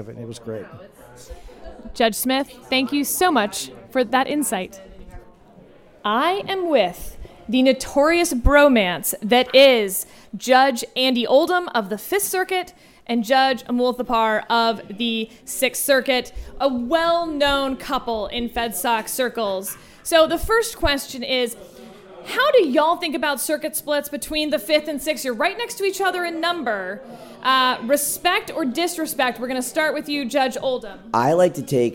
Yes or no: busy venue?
yes